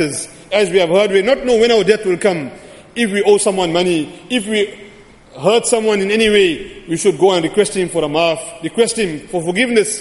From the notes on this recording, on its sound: Jumuah lecture.